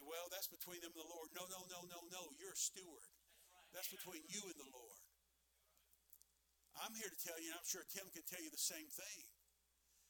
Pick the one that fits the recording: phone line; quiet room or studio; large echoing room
large echoing room